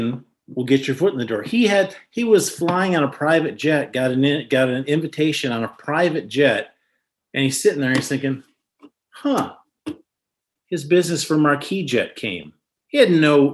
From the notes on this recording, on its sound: In this excerpt, from one of our weekly Live Zoom calls with the 10,000 NOs Insiders Community.